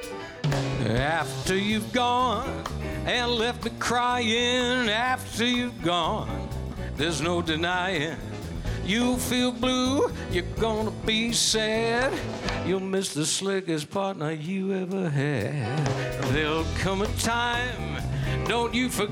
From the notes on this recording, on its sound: Live at the South Point Casino